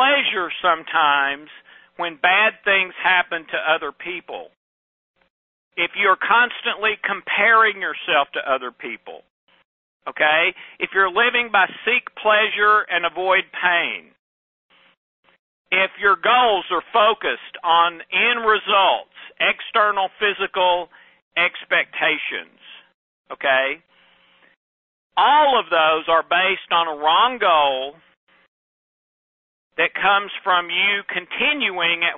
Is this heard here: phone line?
yes